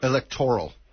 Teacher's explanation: The stress goes on the lec syllable, not the tor syllable.